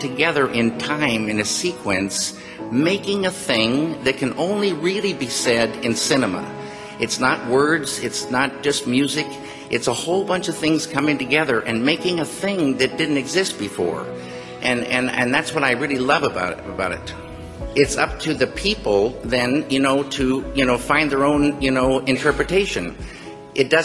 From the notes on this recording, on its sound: 2006 talk at the Majestic Theatre, Boston